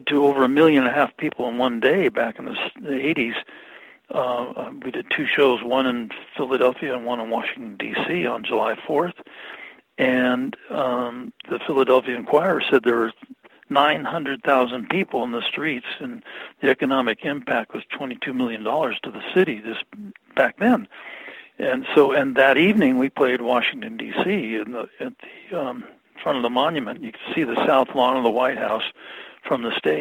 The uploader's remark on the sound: I spoke to him about that by phone